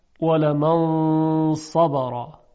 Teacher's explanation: اون حالت درشتی صدای صاد در غنه نون هم شنیده میشه و اثر میگذاره · Term: اخفای نون ساکن